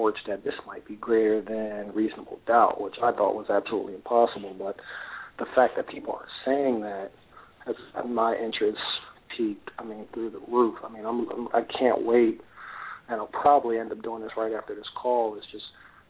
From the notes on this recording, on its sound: Our hosts and live callers